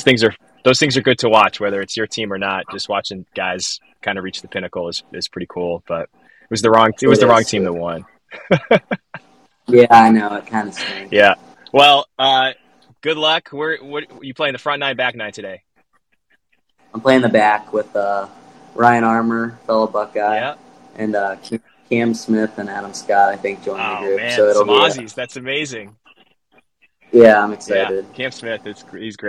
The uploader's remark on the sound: on the road recording from his car